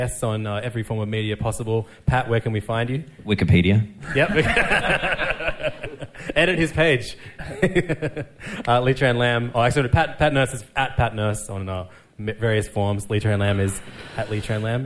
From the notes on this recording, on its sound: Live From The MCA. We recorded a live episode in front of an audience at the MCA Artbar at the end of April. Get heckled by the audience for swearing too much.